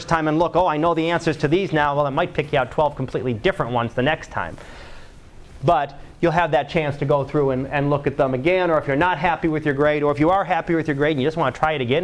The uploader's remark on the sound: Live Class Lecture 2012 Sep 17